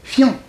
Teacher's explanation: Il n'y a pas de « i ». C'est pas, il y a un iode à la place de i. Donc, fian, une syllabe, c'est deux syllabes.